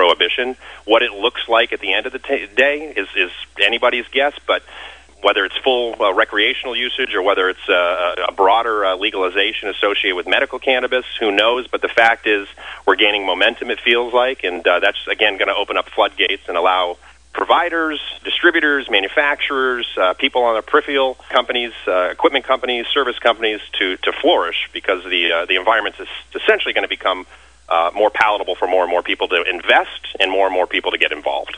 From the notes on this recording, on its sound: called into SmallCapVoice.